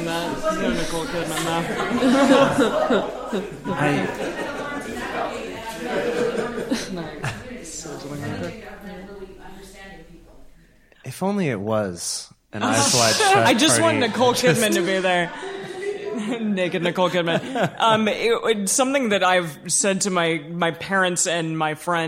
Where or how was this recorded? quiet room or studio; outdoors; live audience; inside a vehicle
live audience